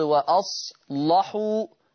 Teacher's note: غلظ ورش اللام لأنها مفتوحة أيضا ومسبوقة بصاد ساكنة